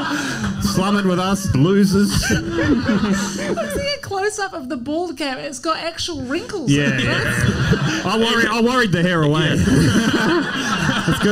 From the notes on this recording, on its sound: Live Show Melbourne. This weeks ep is half of our red hot live show in Melbourne.